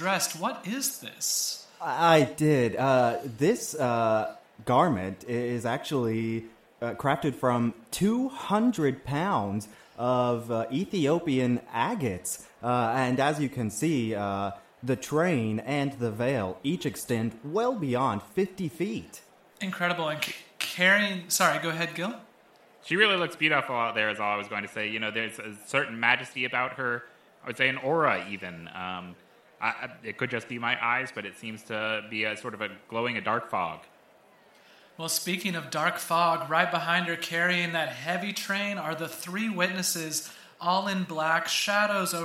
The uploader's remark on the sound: live special coverage of the Little Mys Cornhole Competition